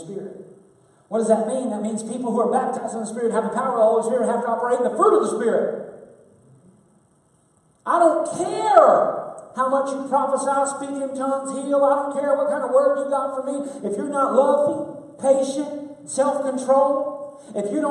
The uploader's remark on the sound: LOW SOUND QUALITY DUE TO TECHNICAL ISSUE